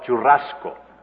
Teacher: It has a double R, and it's pronounced churrasco, a hard aspirated H sound, churrasco. In Spanish, we call it churrasco, the trilled R